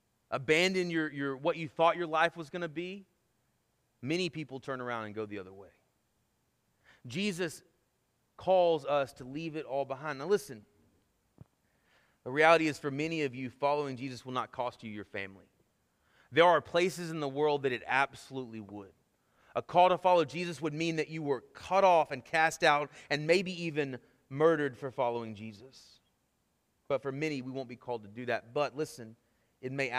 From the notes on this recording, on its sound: Sermon Audio from our Worship service